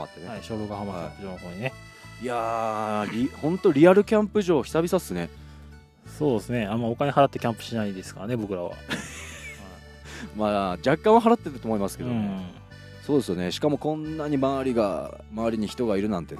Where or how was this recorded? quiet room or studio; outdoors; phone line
outdoors